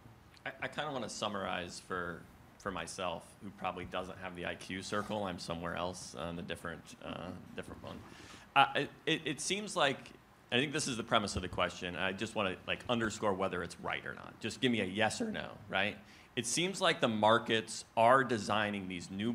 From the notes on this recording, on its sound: LIVE! From the main stage at The Energy Authority's 2023 Energy Symposium.